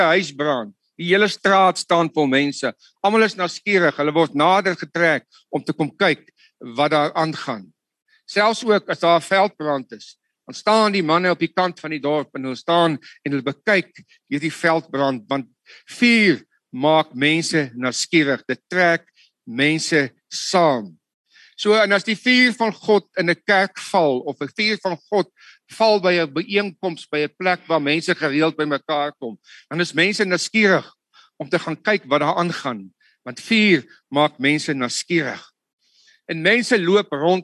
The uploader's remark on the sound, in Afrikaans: Woord Sonder Grense Mannebediening se saalbyeenkomste by Choose Life Church *(CLC)* vind plaas op Dinsdae oggende vanaf 6:00 tot 7:00 by *CLC* se saal. Die Manne Bediening *DIGITAAL* se *Zoom* byeenkomste word gefasiliteer tesame, en op dieselfde tyd, as die saalbyeenkoms.